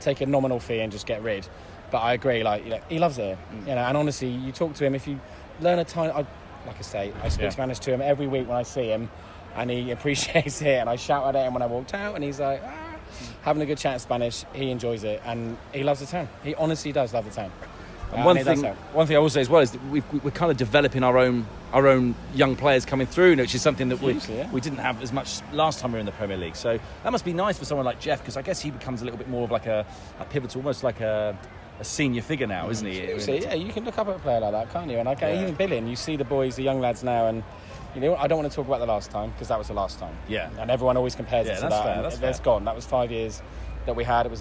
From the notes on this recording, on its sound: AFC Bournemouth fans of all ages came on the microphone after the post-match celebrations at Dean Court. Chatted to some veruy happy Cherries outside the ground.